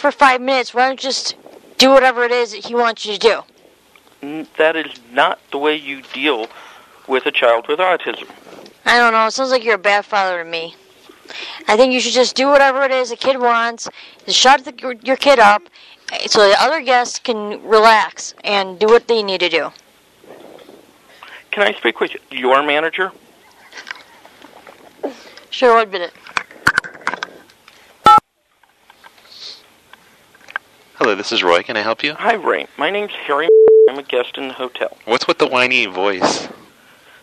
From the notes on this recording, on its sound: Prank Phone Calls